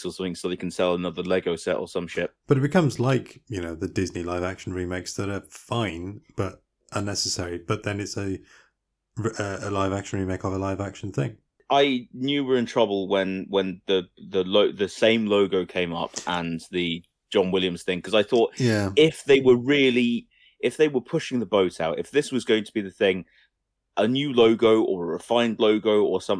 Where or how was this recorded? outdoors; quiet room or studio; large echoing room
quiet room or studio